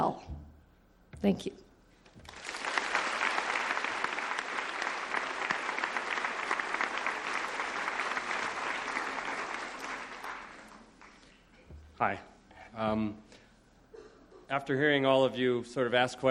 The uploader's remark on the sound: recorded at the Academy of Achievement's 1996 Summit in Sun Valley, Idaho